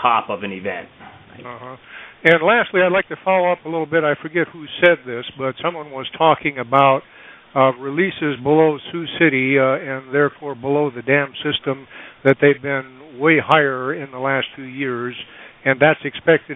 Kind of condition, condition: link, phone line